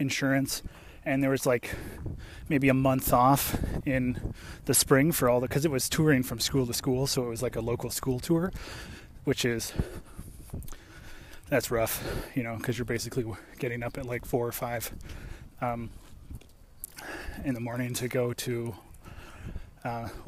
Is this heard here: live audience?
no